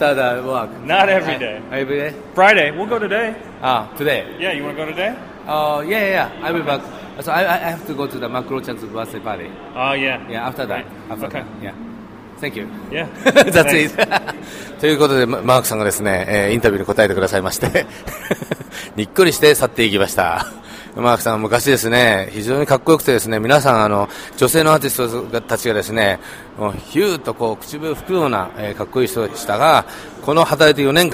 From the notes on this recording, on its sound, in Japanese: FROM ＬＡ。ブラム＆ポーギャラリーでの個展の準備の現場からお送りしています！